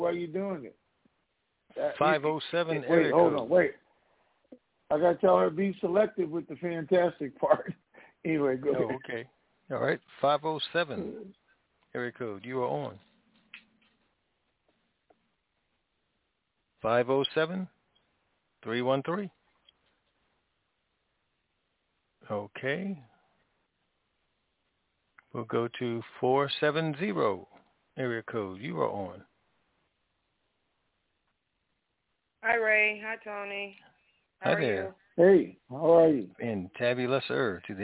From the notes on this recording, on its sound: TNTSuperfantastic Conference Call